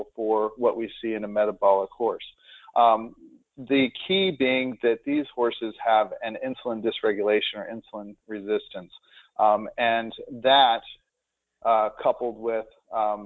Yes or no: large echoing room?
no